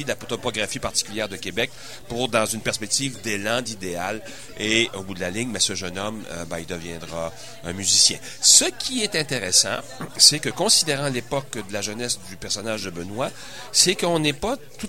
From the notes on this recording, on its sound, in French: Lors de l'émission Jamais comme tout le monde sur les ondes de CKRL 89,1, en direct du bar Le Sacrilège.